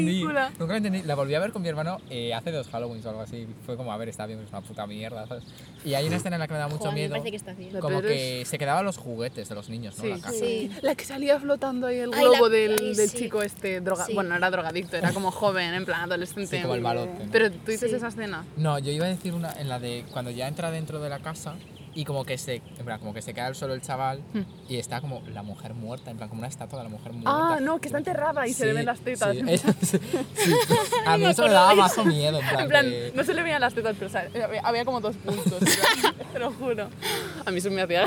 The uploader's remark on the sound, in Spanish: Episodio grabado en el parque